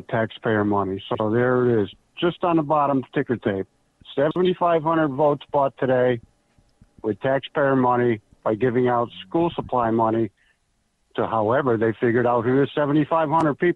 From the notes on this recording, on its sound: take phone calls